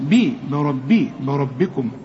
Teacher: الراء فقط هي المفخمة والباء هنا تكون أكثر رقة لأنها مكسورة، بي بربي بربكم. وقد أنا بقول لك الدالة اللي بقول